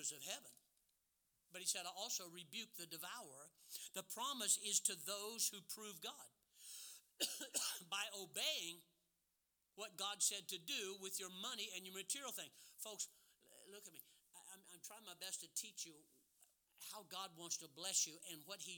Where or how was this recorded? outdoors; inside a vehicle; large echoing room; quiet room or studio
large echoing room